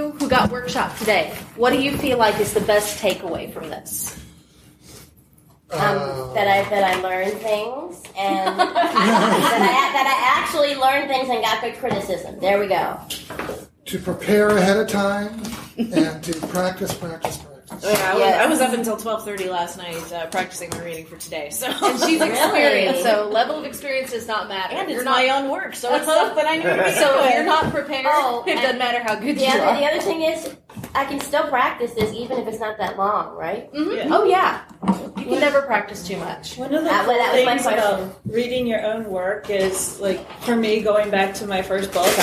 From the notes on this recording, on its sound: We bring you an amazing workshop recording from Balticon 2018: Improving Your Reading.